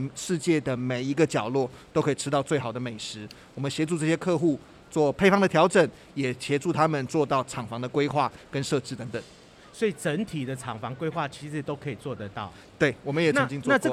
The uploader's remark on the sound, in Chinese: 本集節目搭配2022年台北國際食品系列展(FOOD TAIPEI MEGA SHOWS )之「台北國際包裝工業展(TAIPEI PACK)」、「台北國際食品加工機械展(FOODTECH TAIPEI)」，。6月22日-6月25日在南港展覽1館展期間現場錄製。